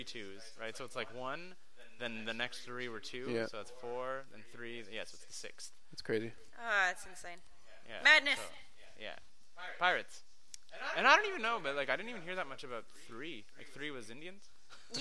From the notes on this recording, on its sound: I have no idea where the echo in the audio came from and I don’t have time to tweak it the way I usually do.